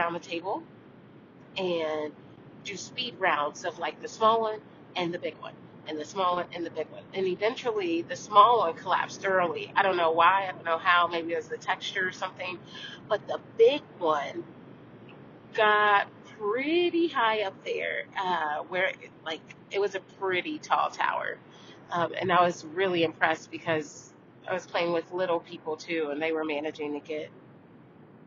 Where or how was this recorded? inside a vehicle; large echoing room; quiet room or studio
inside a vehicle